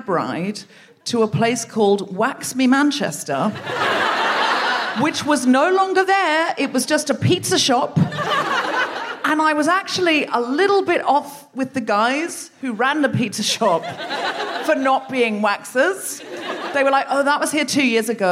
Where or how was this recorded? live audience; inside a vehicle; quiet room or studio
live audience